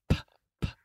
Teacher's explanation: you are blocking airflow with your lips · Term: P sound